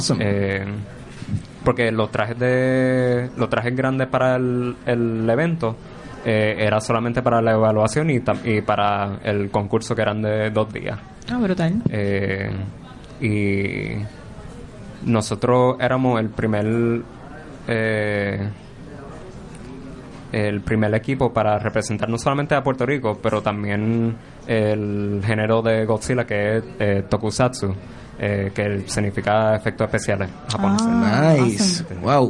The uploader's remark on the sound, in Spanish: Fue grabado como parte de la serie #RoadToPRCC2019 en la tienda The Bookmark localizada en San Patricio Plaza.